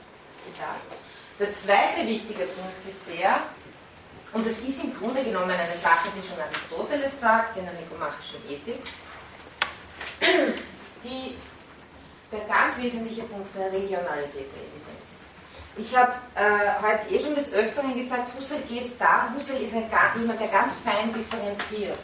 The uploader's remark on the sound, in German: von Studierenden aufgezeichnet